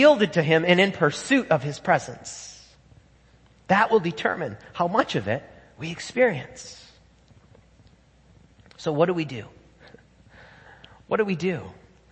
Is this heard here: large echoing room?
yes